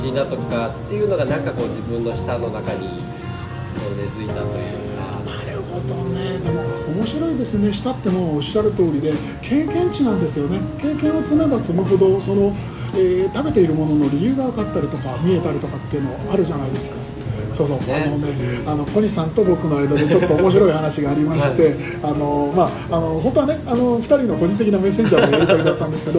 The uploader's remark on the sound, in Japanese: 神奈川平塚にある「ニューローズ」。実は今回、スタジオをを飛び出して平塚の「ニューローズ」まで収録に出かけたんですよ。雑誌連載の取材のかこつけてその場で収録をお願い、快諾してもらいました。